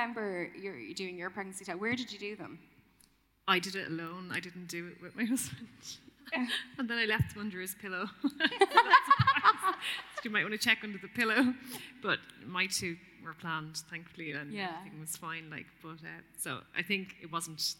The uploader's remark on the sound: in the Rotunda Hospital for a live podcast